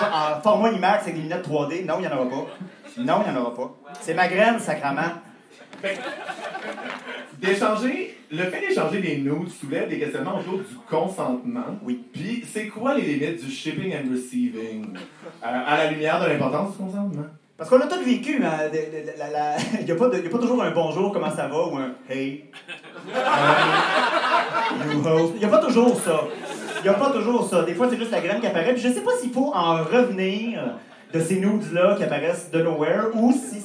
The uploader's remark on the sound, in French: notre enregistrement live devant pubis